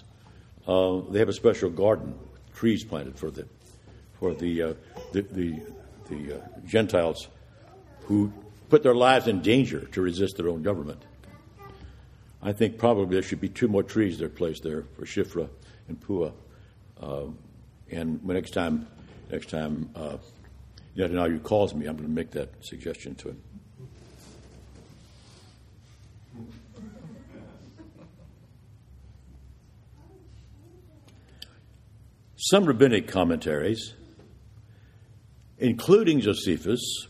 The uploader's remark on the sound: This is the audio from the Vespers Service